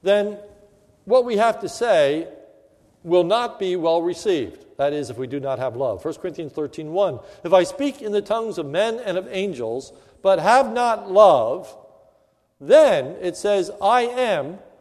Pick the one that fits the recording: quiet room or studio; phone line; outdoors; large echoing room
large echoing room